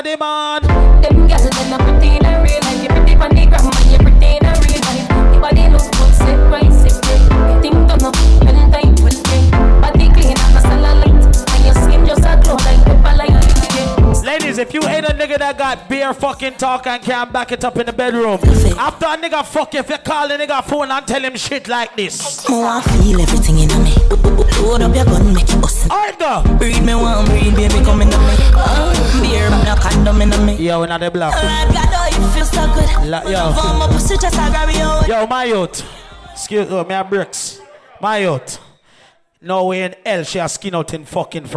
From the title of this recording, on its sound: LIVE At 2uesdaze New Years Day